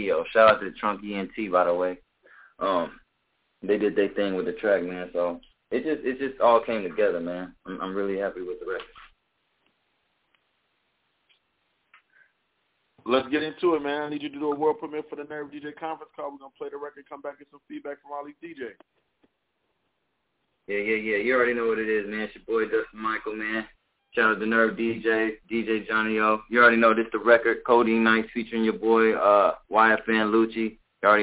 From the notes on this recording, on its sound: NerveDJs Bi-Weekly Conference Call